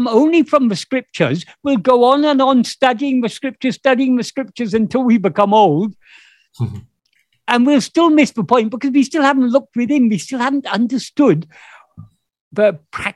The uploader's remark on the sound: In a Zoom meeting. This episode can also be watched as a video.